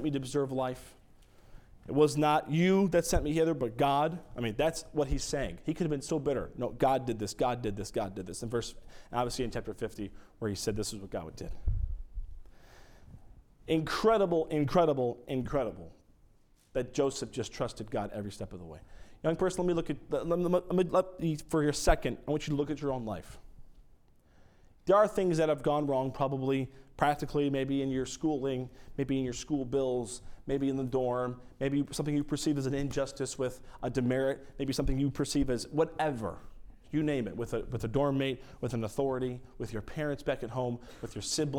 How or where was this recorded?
large echoing room